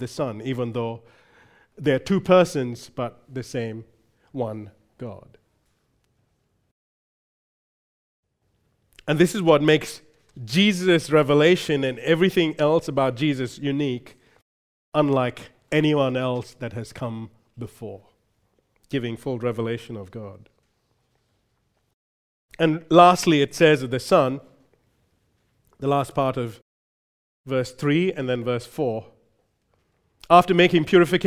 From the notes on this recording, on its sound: Recorded live at Grace Community Bible Church.